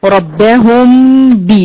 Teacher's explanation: مفيش ميم، الميم بقت غنة خلاص، لكن الباء هي اللي طلعت بعدها، انت اعتمدتي على مخرج الباء عشان تخرجي الغنه · Term: الاخفاء الشفوي